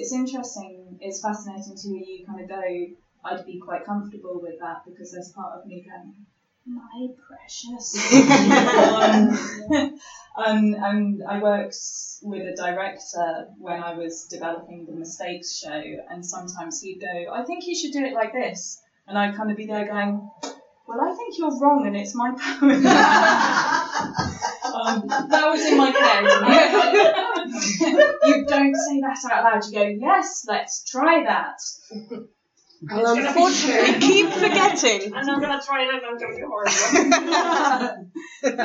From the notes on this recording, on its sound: Our first recorded LIVE episode - We recorded at our Cast Iron Windows Poetry Night